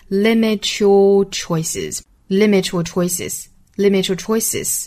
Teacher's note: years, when life may limit your choices,这个 limit,尾部的 t,和后面 you 的这个 y,做连读同化。我们说 t 和 y,连读同化等于一个 ch 的发音。